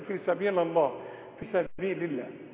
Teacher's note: احنا قلنا دايما الحرف المكسور اللي يجي بعده اسم الجلال اللامات ترقق